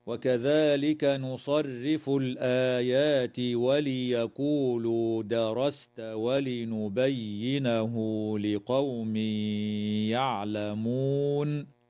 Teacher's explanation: ترقق الراء وصلا ووقفا لكسرها في كلمة نصرف، بينما تفخم وصلا ووقفا لفتحها في كلمة درست